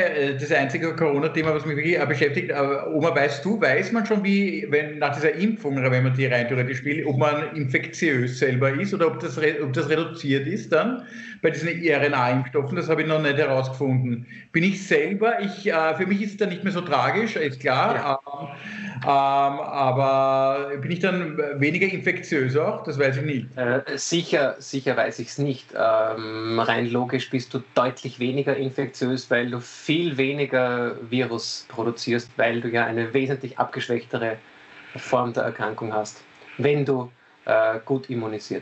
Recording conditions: video call